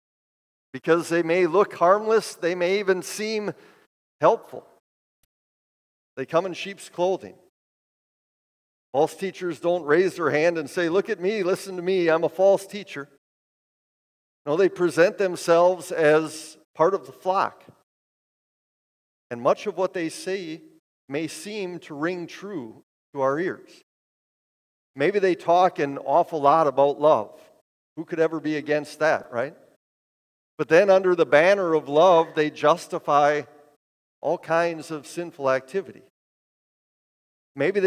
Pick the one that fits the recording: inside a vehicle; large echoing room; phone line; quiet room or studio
large echoing room